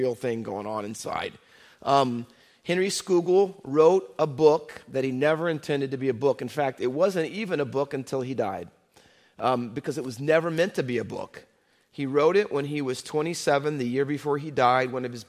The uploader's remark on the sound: Faith Baptist Church in Hamilton, NJ.